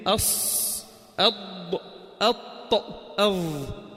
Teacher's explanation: أربع أحرف لسان بطبق فيهم تقريبا مع سقف الحلق، لهني أربع أحرف، لهني أص أض أط أظ، باقي الحروف بكون لسان منفتح عن سقف الحلق. · Term: الإطباق